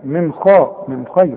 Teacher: من نون ساكنة وبعدها الخاء، والخاء دي هي لا تغن